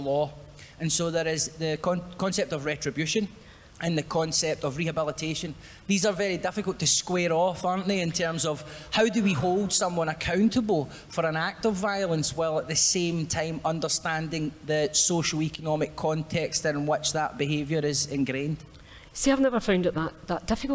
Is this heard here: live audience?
yes